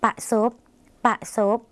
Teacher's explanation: รอเรือที่เป็นเสียงควบกล้ำในภาษาลาวไม่มีนะคะ